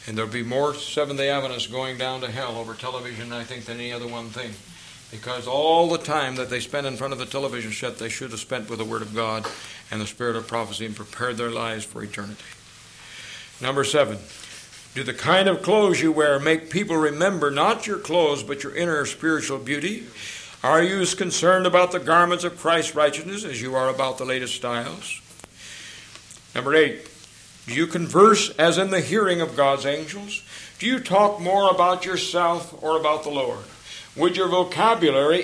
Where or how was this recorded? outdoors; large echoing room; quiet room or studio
large echoing room